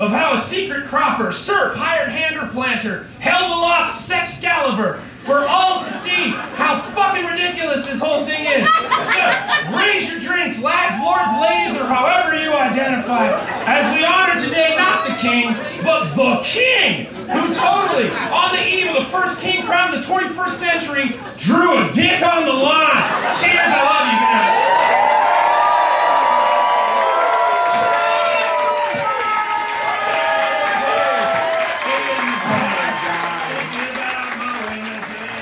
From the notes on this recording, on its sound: Recorded LIVE at Chicago’s Historic Green Mill Lounge on May 6th 2023